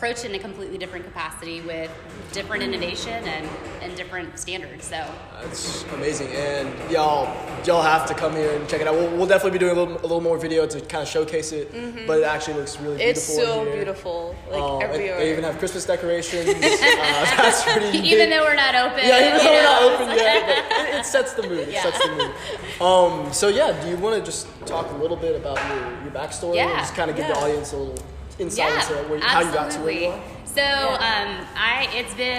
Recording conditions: echo